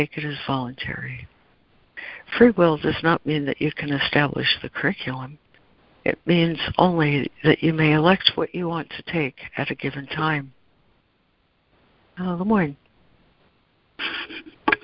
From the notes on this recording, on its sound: ACIM Daily Conference Call